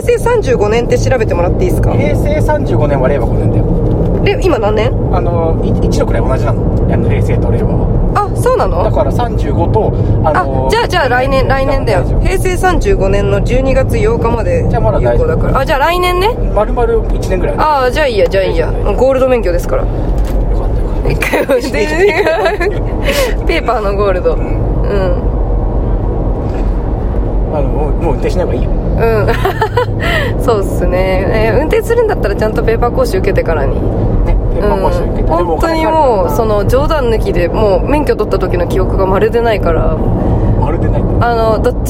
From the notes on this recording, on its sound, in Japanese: 熱海行きの車の中。熱海でのワンマン『あ〜た〜みvol.1』に向かう車中で録った番外編！！